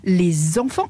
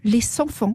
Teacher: les lettres « s » et « x », elles, se prononcent « z » au lieu de se prononcer « s » ou « x » · Shown in: first take · Term: liaisons